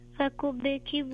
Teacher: في السكون هذا اللي في الباء الأولى نخليها تقلقل شوي، تخليها فكبكبوا.